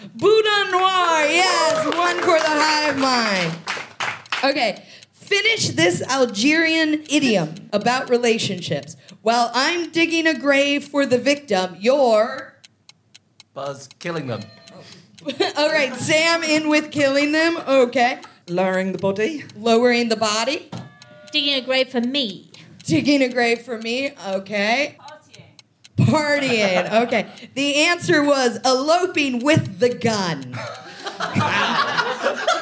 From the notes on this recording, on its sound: Recorded 16 September 2023 at Kings Place in London.